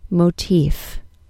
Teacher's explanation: The vowel in the first syllable of motif is a long O, and the second syllable is a long E. We don't drop the final consonant sound off this word, though, so keep that F sound.